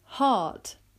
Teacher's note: In British English, the R is so soft that it isn't even pronounced.